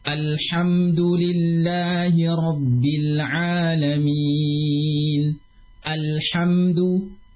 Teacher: perdengarkan dengan jelas hamzatul waslinya yang dibaca A